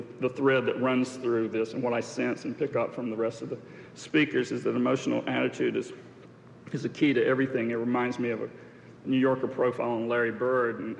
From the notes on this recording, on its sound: This podcast was recorded during the 1991 International Achievement Summit in New York City.